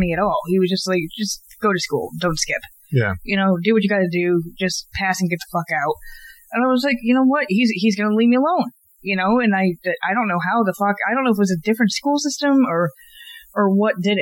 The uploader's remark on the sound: Today the nerds go live on podbean! Take a few calls live on the air. The quality was a little off, as podbean live is still an in progress, yet cool concept.